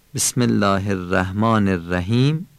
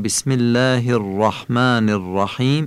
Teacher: ری الرحمن و الرحیم رو درشت تلفظ میکنیم، یعنی تفخیم میکنیم · Shown in: second take · در اصطلاح قرائت تفخیم یعنی درشت خواندن.